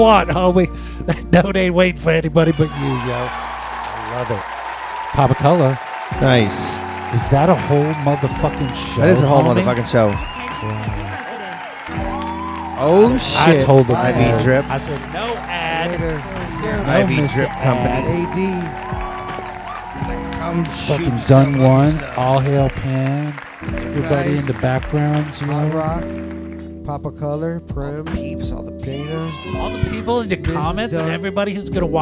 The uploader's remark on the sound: Filmed in front of a live Studio Audience.